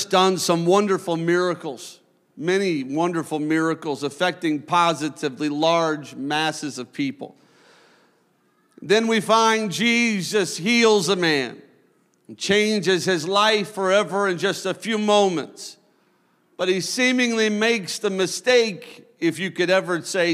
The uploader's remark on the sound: A service recording from Connect Point UPC.